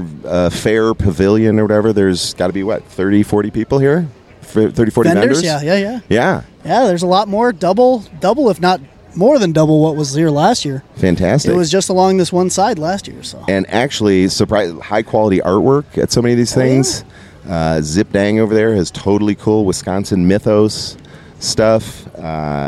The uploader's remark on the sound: Coming to you from the Hodag Hermitage Festival in Rhinelander Wisconsin